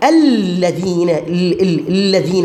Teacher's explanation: سقطنا الهمزة، هاي همزة وصل لا تلفظ